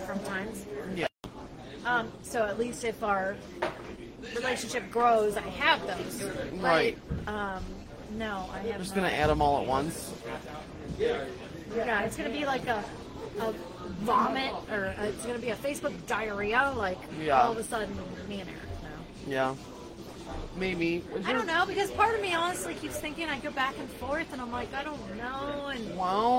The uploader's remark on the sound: We are LIVE at The Globe in Covington, KY